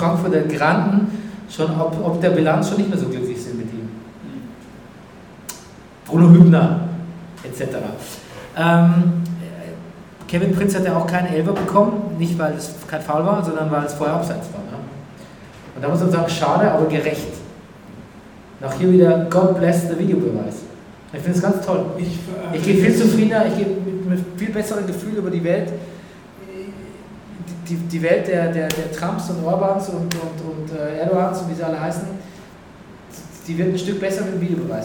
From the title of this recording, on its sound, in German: Brennerpass Live aus Neukölln